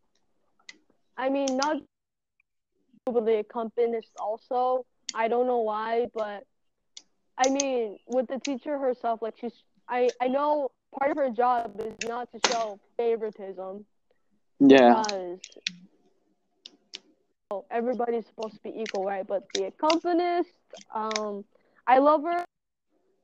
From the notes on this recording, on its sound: Also, I will get a better mic, I just don’t have the liberty to do so and I’m aware of us cutting off mid-sentence. I wouldn’t be surprised if it was on my part.